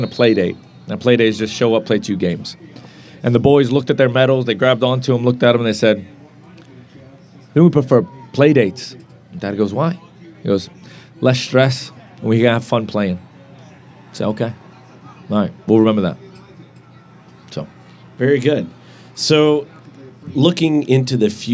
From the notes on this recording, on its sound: Live at the Eastern Shore Premier Cup